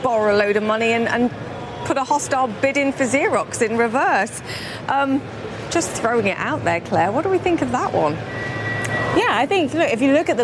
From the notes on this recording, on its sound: live from the New York Stock Exchange